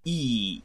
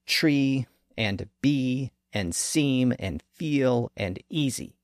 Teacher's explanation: That E sound is made very high up in the front part of the mouth. It's the highest front vowel that we can make.